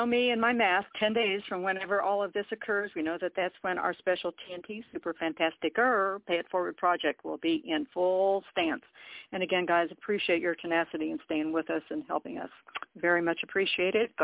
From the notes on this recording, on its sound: TNTSuperfantastic Conference Call